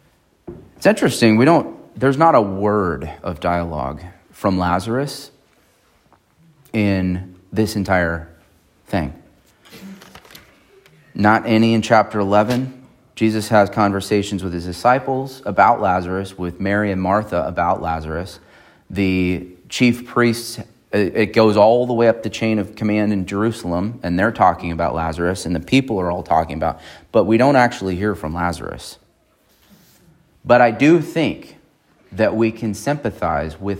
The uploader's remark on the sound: on April 30, 2023 at Emmanuel Baptist Church in Fallbrook, California.